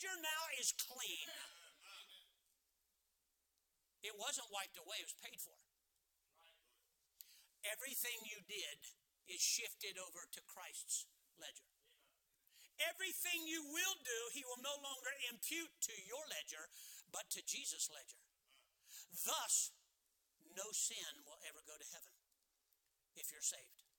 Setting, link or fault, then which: setting, large echoing room